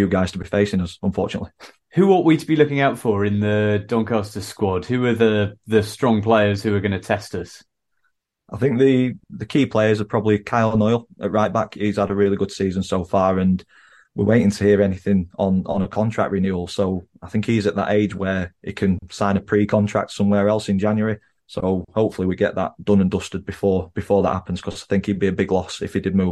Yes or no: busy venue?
no